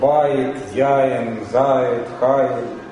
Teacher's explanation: Они сигалатные, да, ну, по определению, да, они устроены как сигалатные. У них первый слог открытый ударный, второй закрытый безударный.